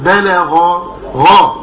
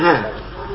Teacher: الغين المفتوحة بتاخد يعني مرتبة عالية من مراتب التفخيم · Shown in: first take · ما قولش بلغ ولكن بلغ غا وليس غا.